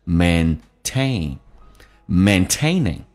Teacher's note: 前面的 a 它不是属于主重元音，它的发音就没有第二个 a 那么的夸张，比较的扁平，嘴型比较小一点